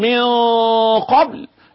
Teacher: إخفاء حقيقي، إخفاء النون مع أو عند القاف